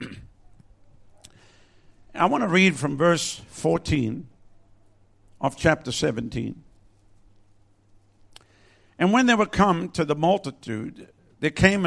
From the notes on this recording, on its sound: Recorded at Lifepoint Chruch, Adelaide, South Australia.